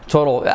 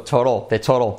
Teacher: La T convertida en una R, la segunda, entre vocales.